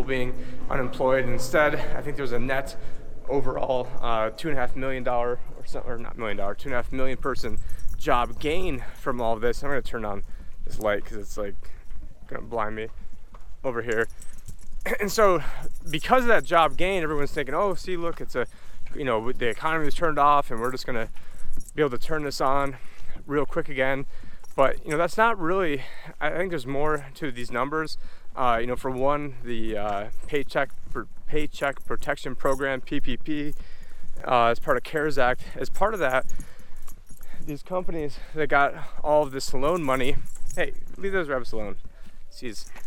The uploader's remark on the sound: In this walk and talk